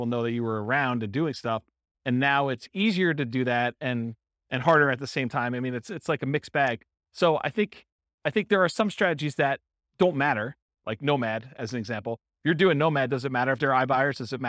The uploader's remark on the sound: This was a live class recorded